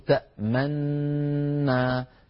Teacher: فتصير نون مشددة لها غنة مطولة أكمل ما تكون